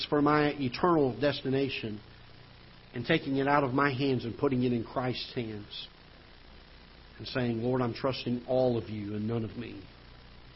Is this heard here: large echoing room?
yes